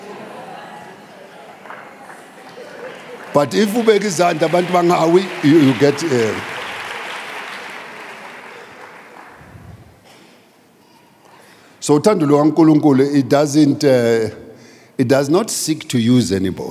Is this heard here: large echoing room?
yes